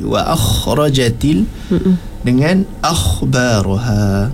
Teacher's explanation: kho yang kena keluarkan angin yang banyak · Term: huruf kha yang mati